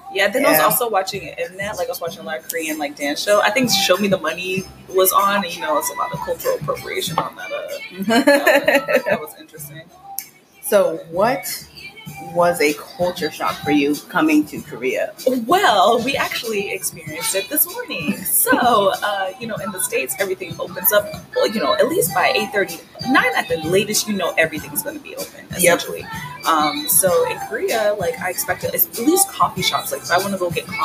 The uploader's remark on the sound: We are sorry about the sound quality! We know the music from the cafe in the background is loud.